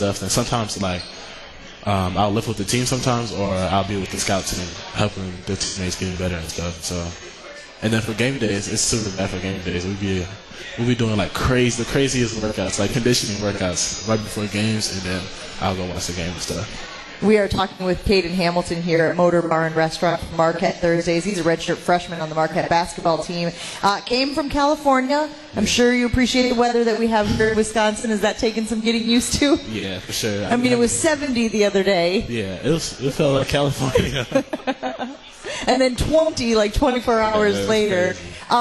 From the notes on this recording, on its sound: LIVE from MOTOR Bar & Restaurant